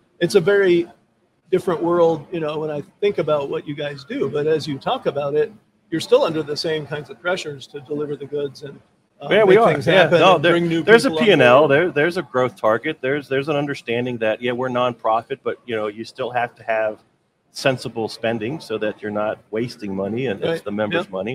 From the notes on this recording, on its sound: Recorded live from the floor of the Expo at Huntington Place in downtown Detroit! A whole day of livestreamed interviews.